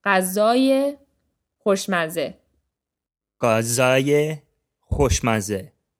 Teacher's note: the emphasis here isn't on the ye sound, it's on the second syllable of غذا